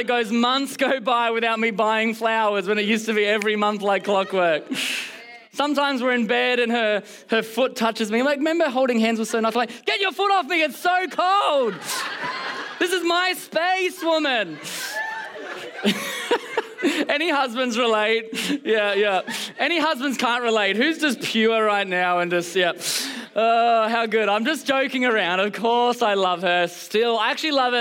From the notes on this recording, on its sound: Recorded during our Melbourne service on Sunday, the 23rd of July 2023.